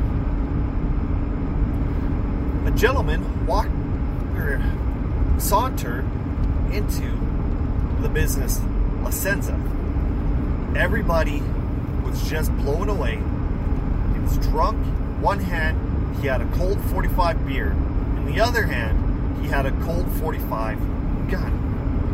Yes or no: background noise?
yes